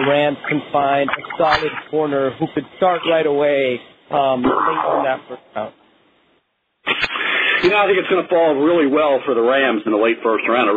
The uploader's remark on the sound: NFL Draft Conference Call